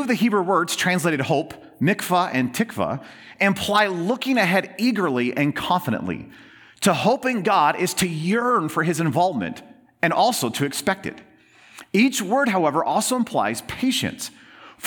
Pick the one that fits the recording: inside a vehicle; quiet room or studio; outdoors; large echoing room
large echoing room